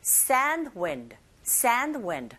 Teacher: n 사운드랑 d 사운드가 이렇게 붙어 있죠. 이런 경우에는 역시 또 d 사운드가 아주 약하게 들립니다. 그래서 여러분들 발음하실 때도 sand wind가 아니라 sand wind.